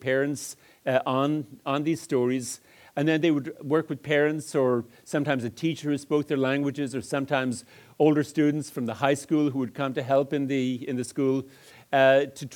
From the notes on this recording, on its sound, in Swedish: föredrag på Pedagog Malmö Live